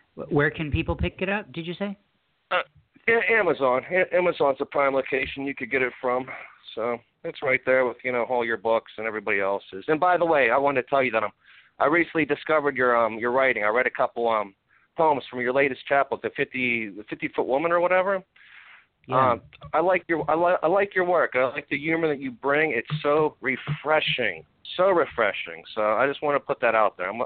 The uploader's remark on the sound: poets calling and reading their poems